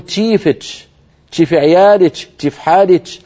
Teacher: في قبائل شمال الجزيرة ولهم امتداد إلى سوريا يبدلونها تاء شين · Term: الكشكشة